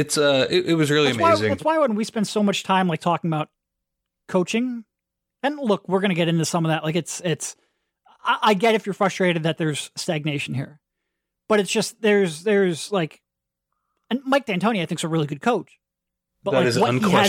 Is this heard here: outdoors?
no